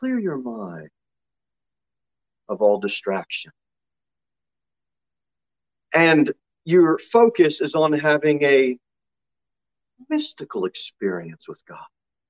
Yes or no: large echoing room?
yes